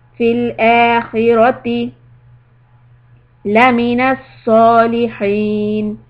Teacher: sad heavy and the ha make it husky